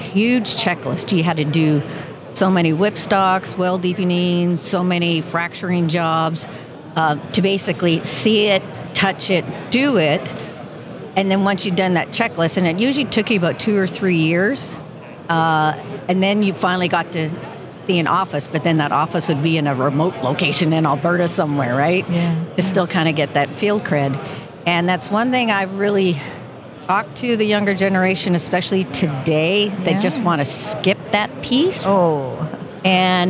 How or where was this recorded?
busy venue